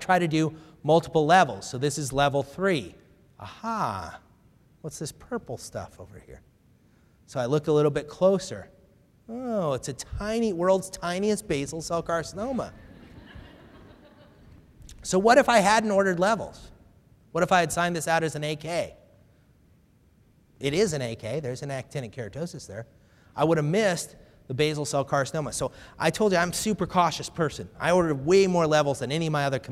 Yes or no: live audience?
yes